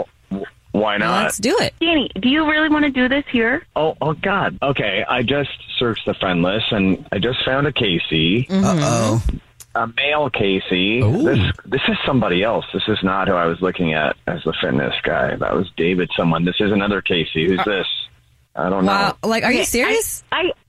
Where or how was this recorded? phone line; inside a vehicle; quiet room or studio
phone line